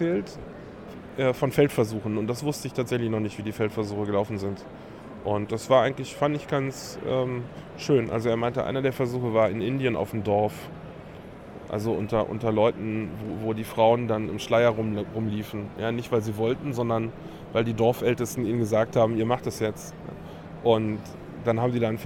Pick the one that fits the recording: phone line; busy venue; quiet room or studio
busy venue